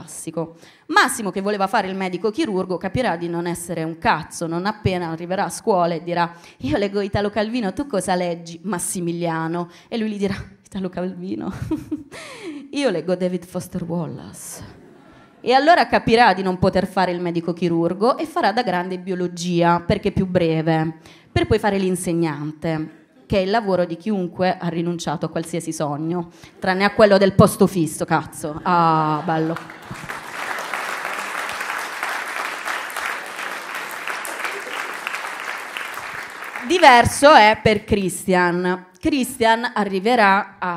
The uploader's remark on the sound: COMEDY CENTRAL LIVE porta in Puglia i talenti della Stand-Up Comedy provenienti da tutta Italia con una nuova rassegna di eventi comici organizzati da THE COMEDY CLUB e ospitati da una venue d'eccezione a TARANTO: SPAZIOPORTO.